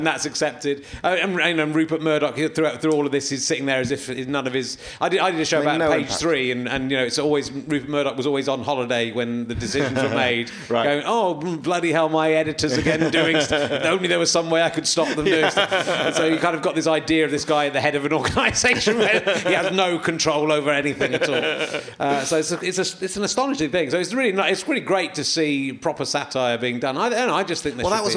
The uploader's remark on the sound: Leicester Square Theatre Podcast